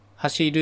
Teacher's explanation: 風、低い高いですが、関西弁だと高い高いのパターンになるので、風っていう風になります。あるいは動詞の走るっていうのも、共通語であれば、走る、引く、高、引くで、やっぱり一拍目と二拍目が高さが違うんですけど、関西弁であれば、走るっていう風に全部高くなります